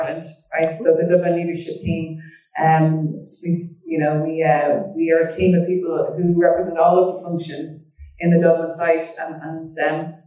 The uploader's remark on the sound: Apologies for audio quality